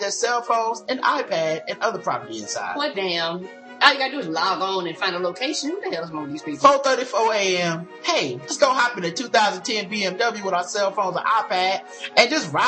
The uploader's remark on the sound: The audio is a little “echo-y” on this show but the issue has been fixed for future shows.